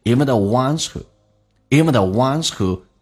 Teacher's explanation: the, even the,经常长元音 even 的 e 说成短元音，因为没有必要把它强调那么夸张，变成 even the ones, even the ones who 不被强调，因为处于中间的链接词，一般说成 who,没有嘴型那么夸张，轻轻点一下